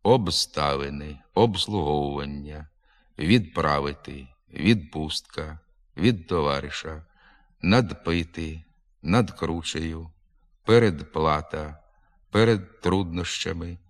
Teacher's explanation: У префіксах і прийменниках «об», «від», «над», «перед», «під», «між» звуки «б», «д», «ж» перед глухими приголосними зберігають свою дзвінкість.